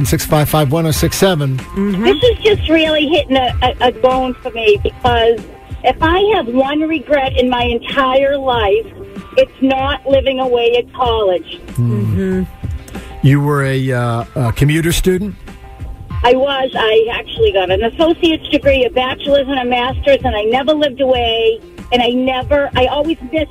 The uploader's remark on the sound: Listeners Call